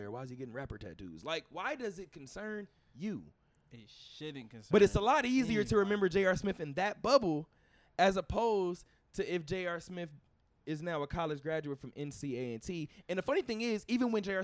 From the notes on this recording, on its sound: Talk that Talk Radio Show Live from Westgate.